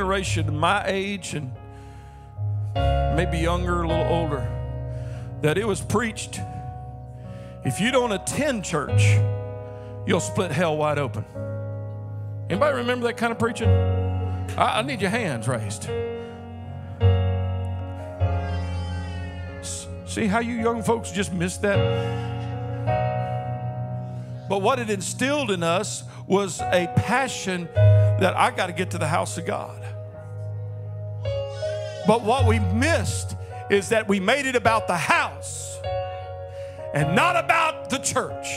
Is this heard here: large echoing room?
yes